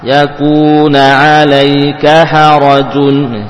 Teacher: Begitu selesai pengusapan huruf kaf langsung berpindah ke huruf ha.